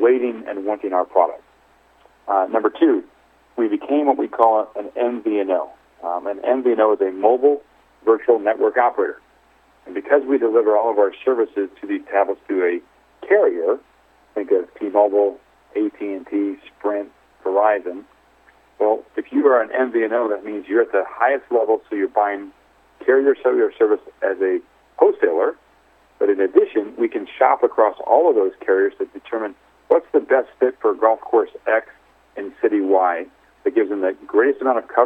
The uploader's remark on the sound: called in to SmallCapVoice